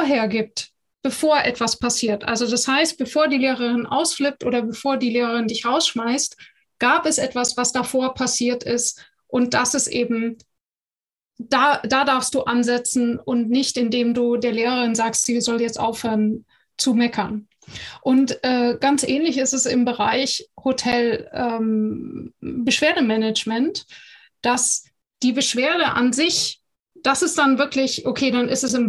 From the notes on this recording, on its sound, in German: Audio-Aufzeichnung des gleichnamigen interaktiven Webinars.